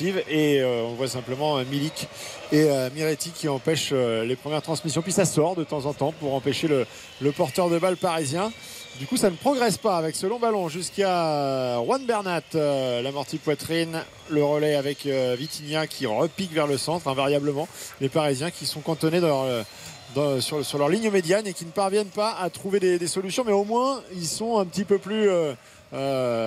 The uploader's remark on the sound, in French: en direct du Juventus Stadium